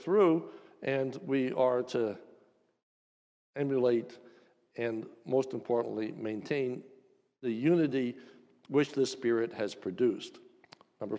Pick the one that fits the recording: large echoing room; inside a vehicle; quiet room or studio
large echoing room